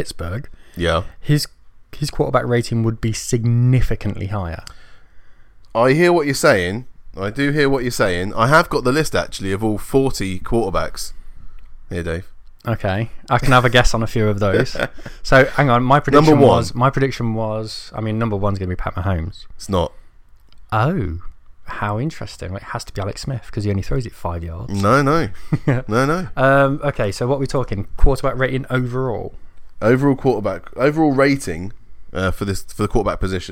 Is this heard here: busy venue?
no